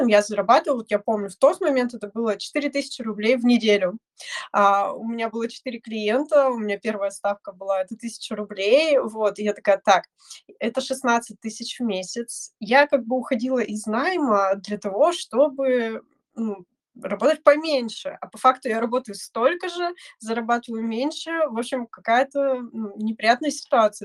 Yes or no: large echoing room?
no